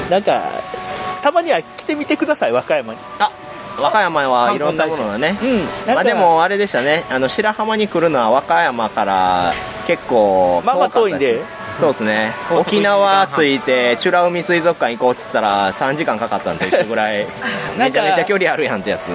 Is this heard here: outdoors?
yes